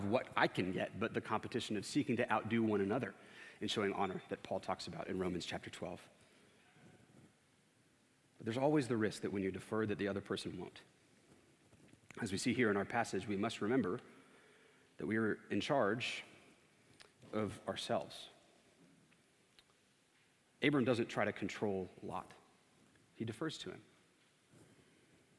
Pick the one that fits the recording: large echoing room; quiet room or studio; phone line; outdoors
large echoing room